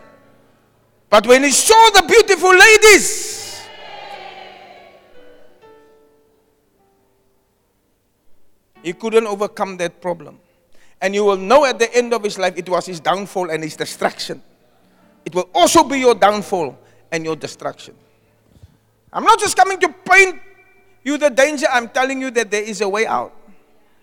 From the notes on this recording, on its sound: Preached at Zion sanctuary, Cape Town.